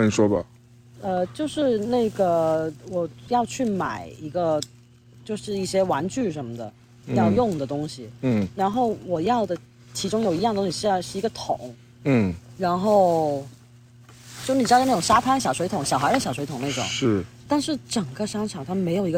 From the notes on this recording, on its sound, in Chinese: 本期为室外星夜下炉火边录音